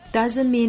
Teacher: doesn't 尾部的 t 的音我们可以直接略掉